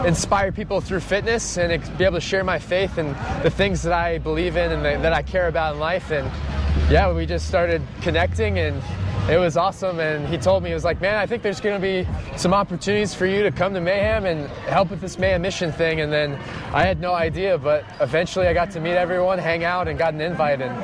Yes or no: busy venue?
yes